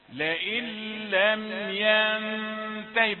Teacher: إذا وقفنا نقف على الهاء ساكنة، أصلها ينتهي والياء محذوفة ونحن مع الرسم آخر الكلمة هاء.